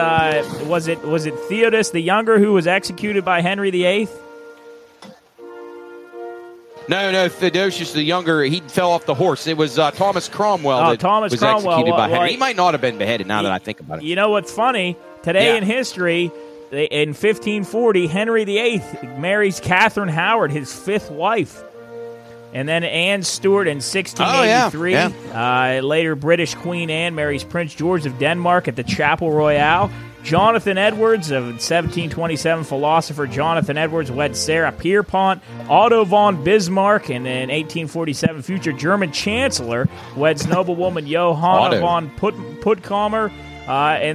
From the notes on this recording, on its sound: The side-lines of the Upper Ohio Valley Italian Heritage Festival. Back in the studio.